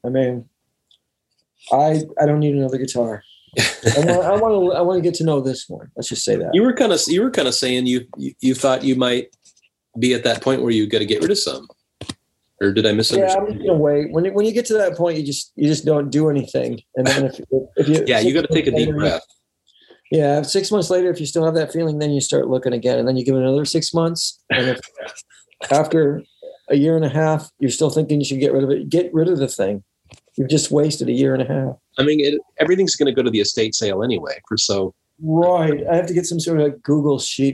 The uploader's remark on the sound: remote ZOOM